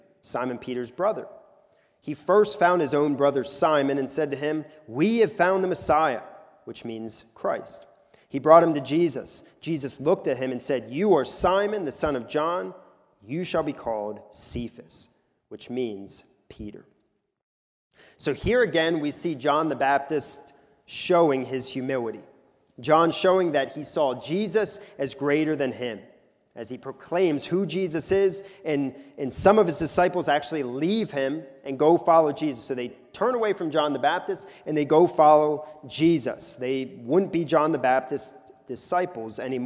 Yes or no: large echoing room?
yes